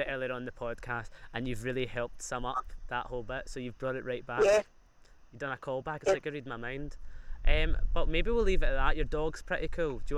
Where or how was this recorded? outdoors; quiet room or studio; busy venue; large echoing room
outdoors